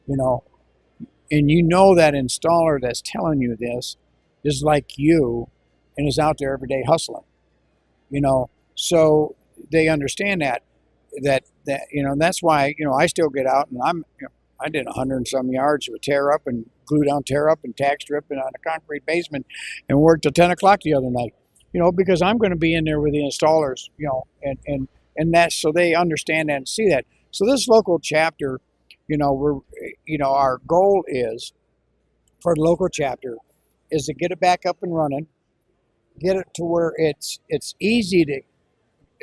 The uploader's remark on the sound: Live from TISE 2024. This week the guys are in beautiful Las Vegas, Nevada.